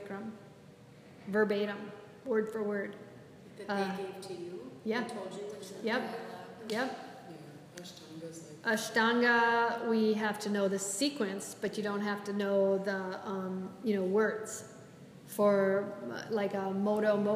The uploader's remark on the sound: This is a live excerpt of a recording during a yoga enrichment teacher training lecture for a group of yogis studying to be teachers.